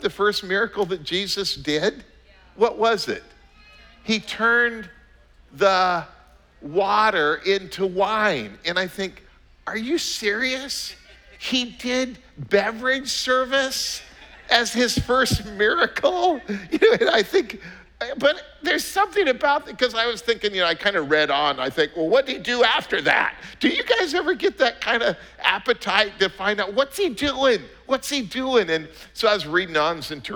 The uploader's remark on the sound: was preached on October 24th at the 11:30AM service